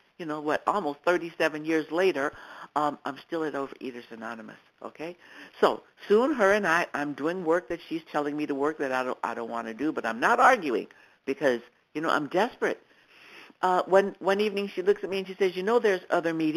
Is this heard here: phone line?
yes